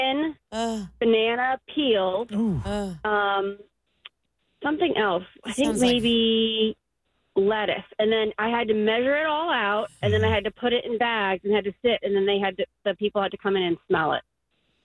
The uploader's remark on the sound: A local celebrity called in to talk with us!